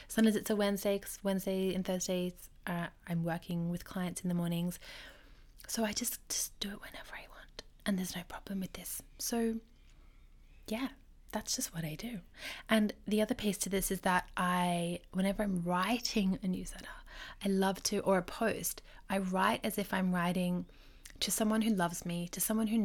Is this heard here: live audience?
no